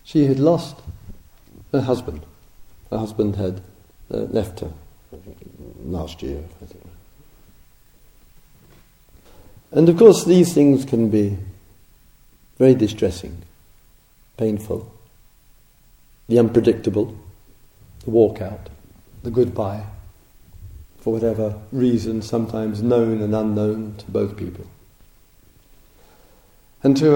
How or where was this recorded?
large echoing room